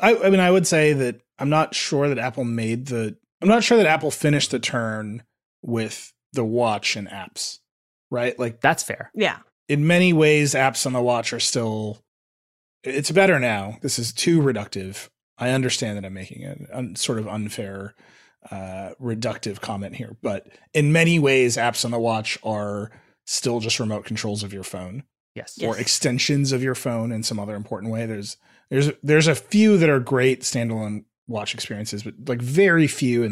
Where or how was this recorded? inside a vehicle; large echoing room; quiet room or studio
quiet room or studio